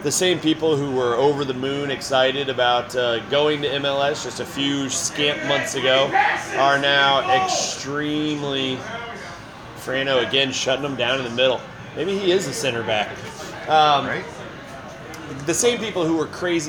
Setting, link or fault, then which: setting, busy venue